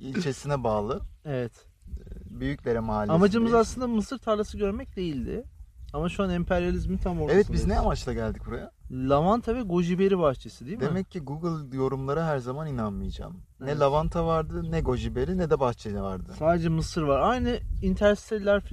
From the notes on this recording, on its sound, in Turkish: Özür dileriz: Bu bölüm açık havada sert bir rüzgar altında çekildiğinden ötürü bazı yerlerde yoğun bir arka plan sesi içermektedir.